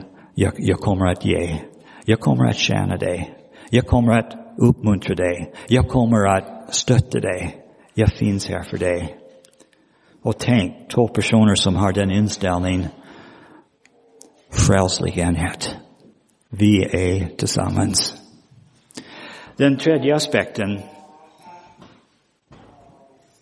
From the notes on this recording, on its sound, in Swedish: Inspelad i Roseniuskyrkan den 19 februari 2023.